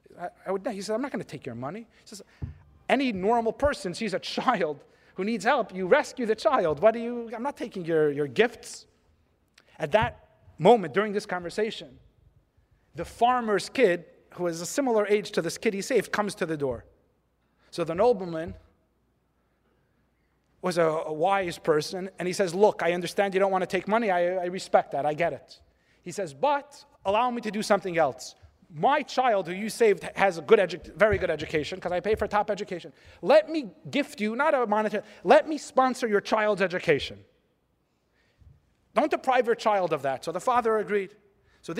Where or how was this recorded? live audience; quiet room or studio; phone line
live audience